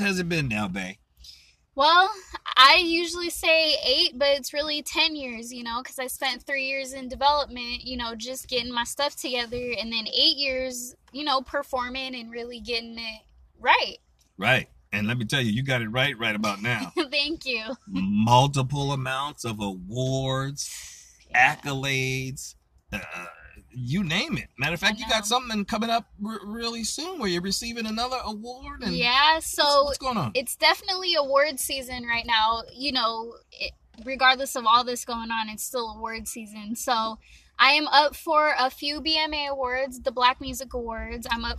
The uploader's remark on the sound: Great conversational live interview in the park